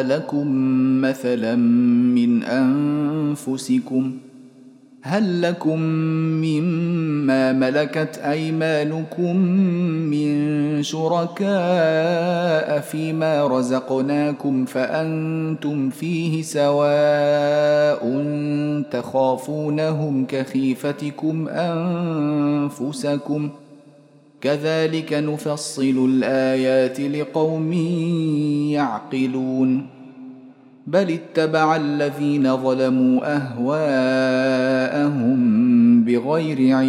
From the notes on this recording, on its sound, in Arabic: مسجل من صلاة التراويح بمسجد السلام بحي مشرفة بجدة.